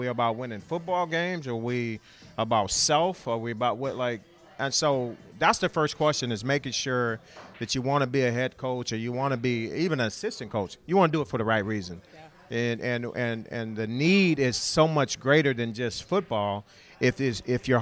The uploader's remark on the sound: We are live from the Backyard in South Seattle!